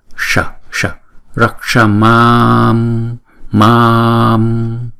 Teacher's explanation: Chữ s có dấu nặng này thì chúng ta phải uốn cong lưỡi lại và búng ra